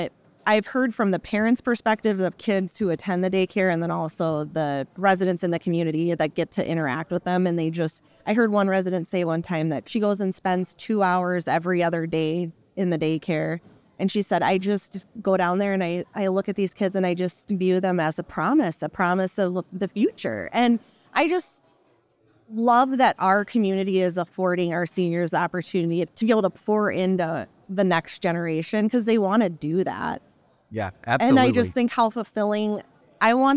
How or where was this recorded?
busy venue